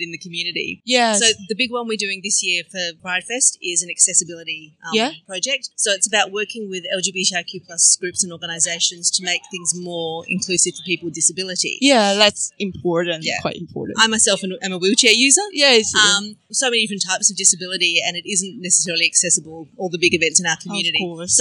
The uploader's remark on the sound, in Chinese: 西澳伯斯 Fair Day 街訪！！這是在去年西澳彩虹月舉辦的 Fair Day 市集活動。